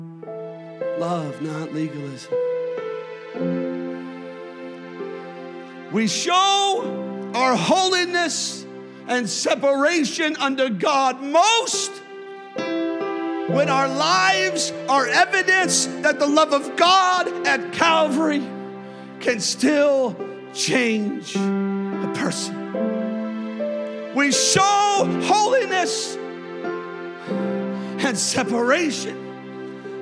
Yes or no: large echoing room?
yes